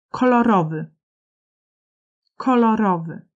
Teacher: Jest początkowe ko, również ze względu na samo brzmienie głoski k, jest silne i nawet bardziej słyszalne niż przedłużone o w przedostatniej sylabie ro, gdzie pada akcent główny.